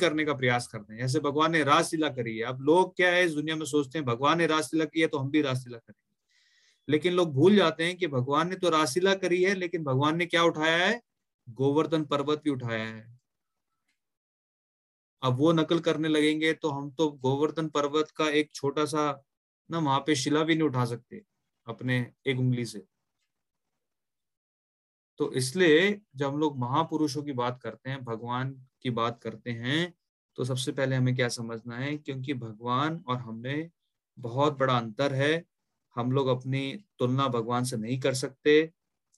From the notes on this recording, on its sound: Zoom recorded class